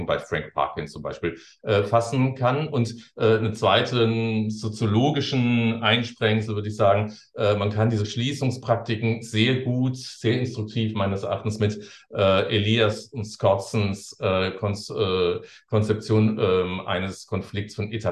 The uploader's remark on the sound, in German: Ein Mitschnitt des digitalen Jour fixe der Assoziation für kritische Gesellschaftsforschung (AkG)